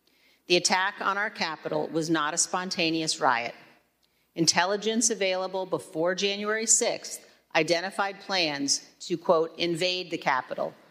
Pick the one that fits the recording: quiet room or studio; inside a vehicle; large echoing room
large echoing room